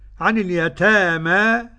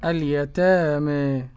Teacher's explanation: اليتامى فيها الفتح والتقليل الورش